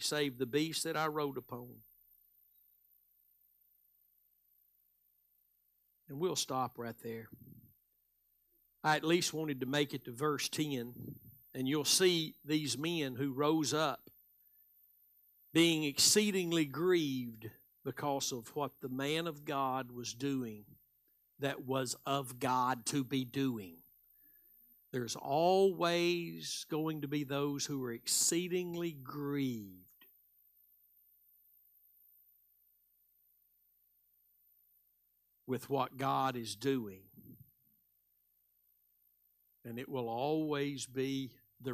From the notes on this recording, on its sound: Live Sunday Morning Service